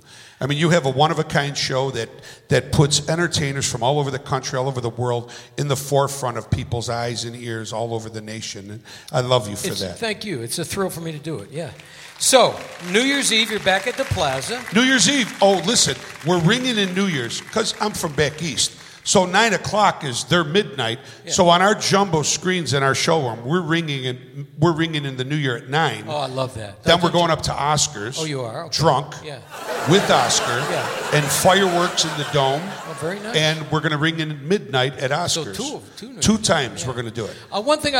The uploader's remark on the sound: Live at the Southpoint Casino